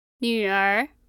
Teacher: Now that's a third tone 女. And a second tone 儿.